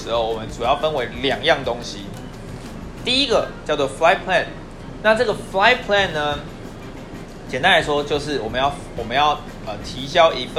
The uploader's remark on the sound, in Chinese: 不知道為啥這集錄音雜音有點重